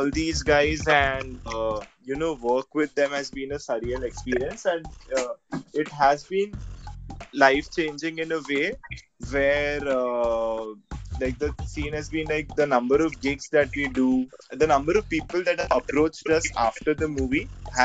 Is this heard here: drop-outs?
yes